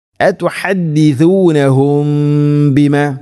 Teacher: സാകിന മീമിന് ശേഷം ബ വന്നാൽ ഇഖ്ഫാ ശഫവി, അങ്ങനെ ഗുന്ന ചെയ്യണം, അവ്യക്തമാക്കി മണിക്കുന്ന ഗുന്ന